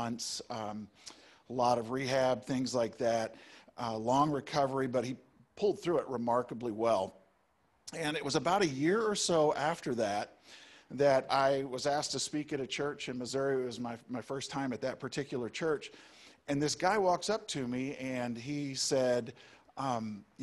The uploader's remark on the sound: Easter Service! Live and Zoom (Audio)